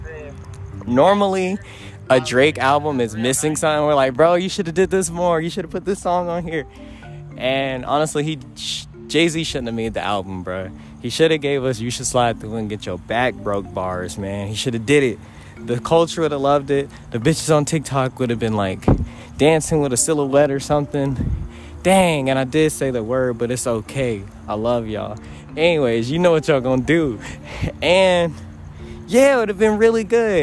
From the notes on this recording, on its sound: LIVE FROM TOPGOLF.